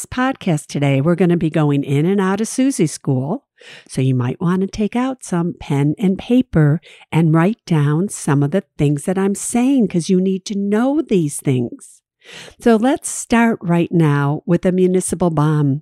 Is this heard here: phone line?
no